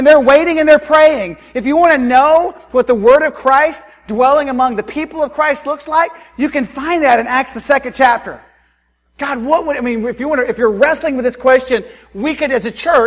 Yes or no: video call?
no